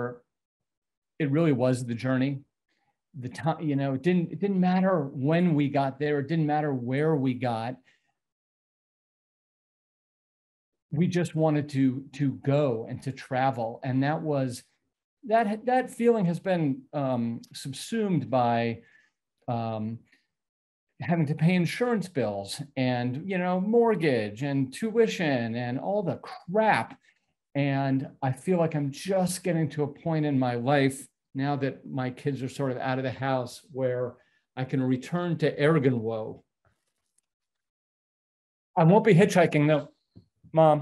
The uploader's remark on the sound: This short story was clipped from my live virtual Show & Tale: Significant Objects in the fall of 2021.